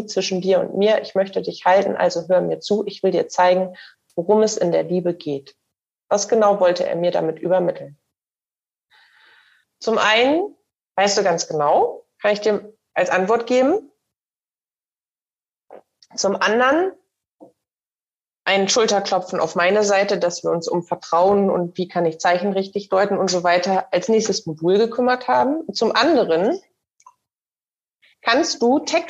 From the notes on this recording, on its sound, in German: Den Zusammenschnitt aus dem ersten CoachTime LIVE Call unserer SILA. Da es das Audio eines Zoom-Calls ist, bitte ich die nicht ganz so 100% reine Tonqualität zu entschuldigen.